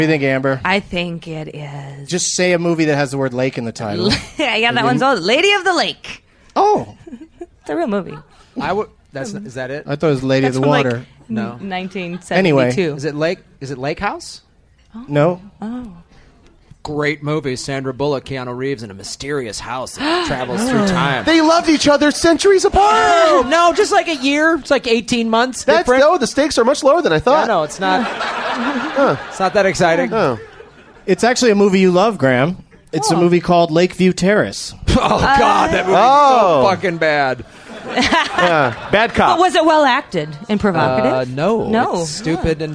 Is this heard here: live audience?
yes